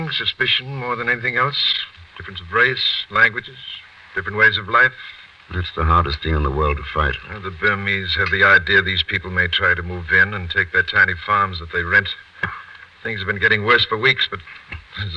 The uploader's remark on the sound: As these shows have been in the public domain for quite some time, the audio quality of these episodes can vary. It’s most likely the audio file itself.